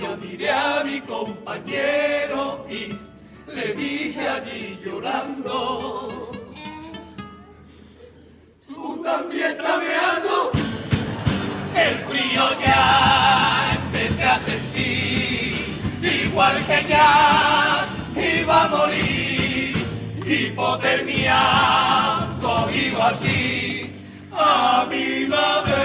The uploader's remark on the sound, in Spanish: En directo desde el Gran Teatro Falla de Cádiz